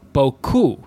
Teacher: There is a very clear emphasis, a stressed syllable on the ku of BoKu. So it's not BoKu, it's BoKu.